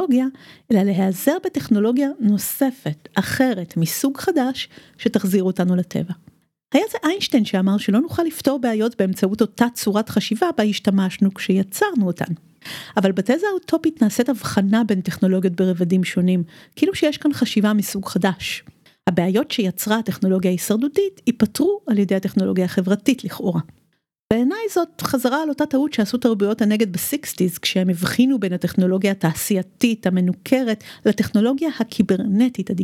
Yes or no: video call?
no